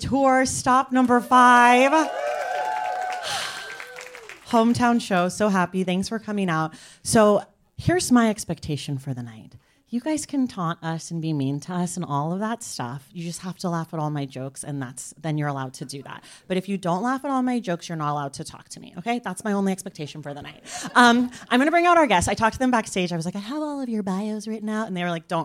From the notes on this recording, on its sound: This edition of The Stacks Unabridged features audio from our Los Angeles stop on the Live in The Stacks tour.